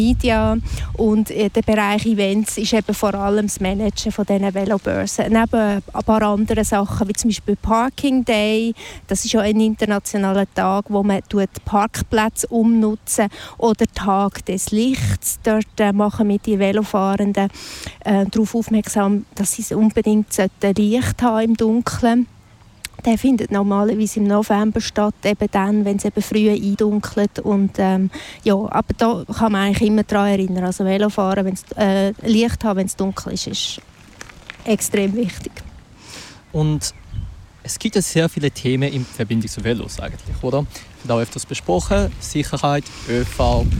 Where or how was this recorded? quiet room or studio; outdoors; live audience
outdoors